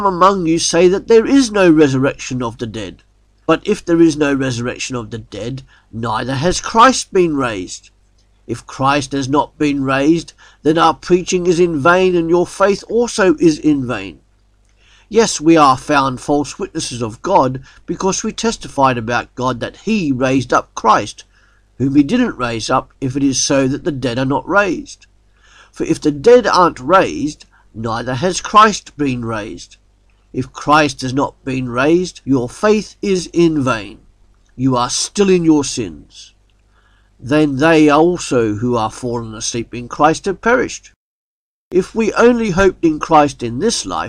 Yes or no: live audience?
no